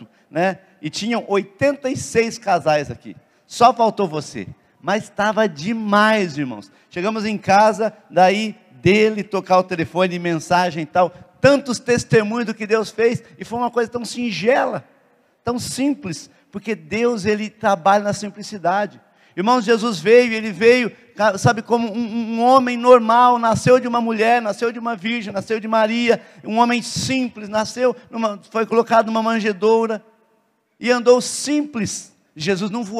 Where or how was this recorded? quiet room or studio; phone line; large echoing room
large echoing room